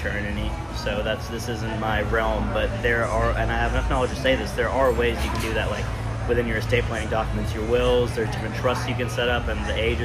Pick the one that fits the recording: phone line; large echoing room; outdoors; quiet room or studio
outdoors